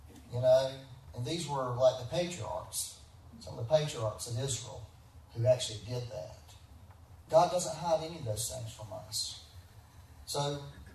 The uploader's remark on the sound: Please excuse the poor quality. We had some technical difficulties recording this Sunday.